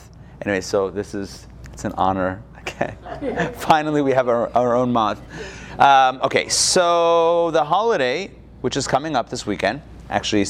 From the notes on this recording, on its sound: Recorded live in Atlanta